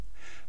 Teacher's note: Betonung deutlich auf die erste Silbe